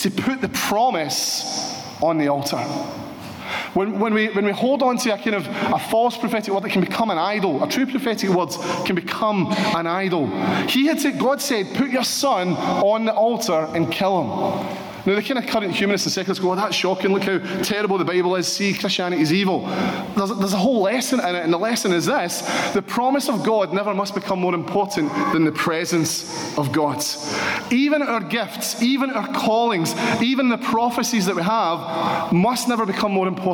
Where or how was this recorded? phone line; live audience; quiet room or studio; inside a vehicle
live audience